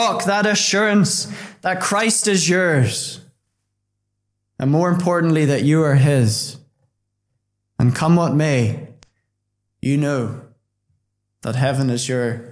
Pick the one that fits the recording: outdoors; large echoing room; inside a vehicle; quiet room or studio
large echoing room